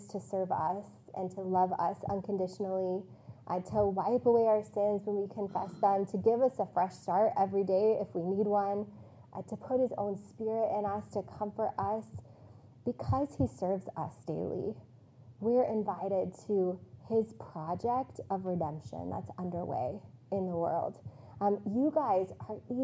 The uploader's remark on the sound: This message was preached on April 10, 2022, on Palm Sunday at CityChurch in Iowa City.